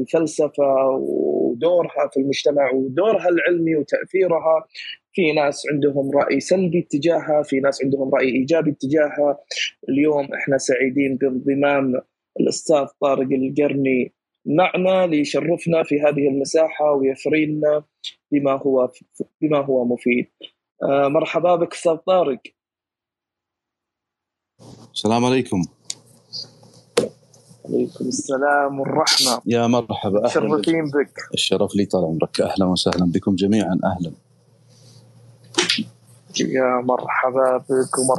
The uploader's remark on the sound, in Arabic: تسجيل لمساحة ابن رشد الأسبوعية على منصة تويتر